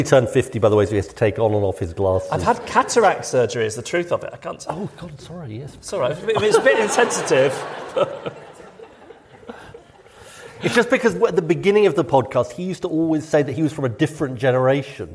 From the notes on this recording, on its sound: This week we're coming at you from Stratford-upon-Avon with the first part of our conversation from the Live at the RSC Festival. This conversation was recorded at the Royal Shakespeare Theatre as part of the Live at the RSC Festival.